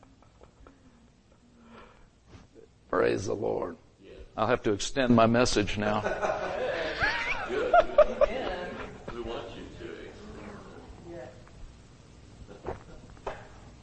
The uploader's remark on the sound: Recorded Live at Grace Harvest Church, Holiday, FL